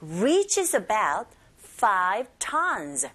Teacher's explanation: prepared라고 들리지 않고 prepared 이렇게 들리게 되고 reaches의 z라는 자음과 about의 어가 연결돼서 연음현상 reaches about reach는 좀 길게 자음으로 뽑아주시고 reaches about 5 tons tons가 아니라 5의 강세가 가니까 아예 가깝게 tons 이렇게 발음하시면 됩니다